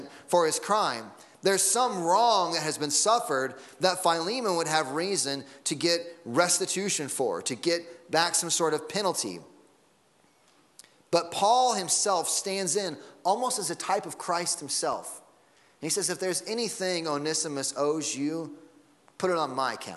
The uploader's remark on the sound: Sunday Morning Sermon Audio